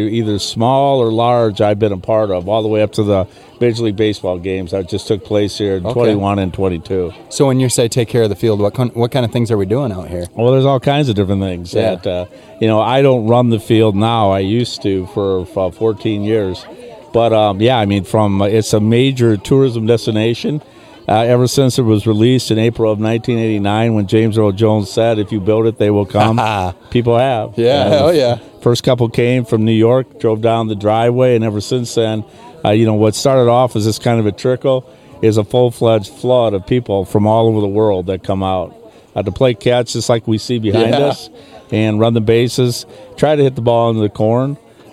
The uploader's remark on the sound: What is more iconic than for a podcast built in Iowa to record an episode at the Field of Dreams nestled in Dyersville, Iowa?